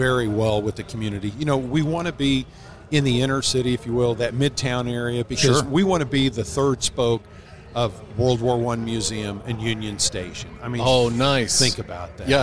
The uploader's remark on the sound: Live at Mecum Kansas City.